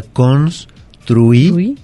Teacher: Es una palabra grave, suena fuerte en esa sílaba, en trui.